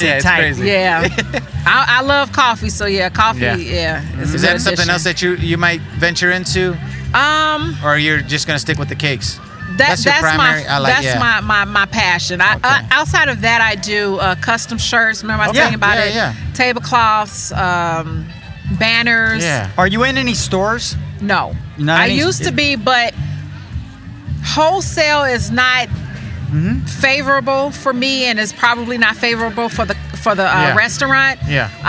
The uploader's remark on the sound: We loved connecting with people at the market and we loved the way these much deserved good people got a chance to step up to the mic and made the most of it!